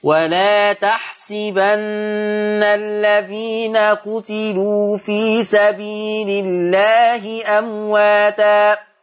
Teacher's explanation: يا ورش بما قرأت؟ هتقرأ بكسر السين تحسبن، تكسر السين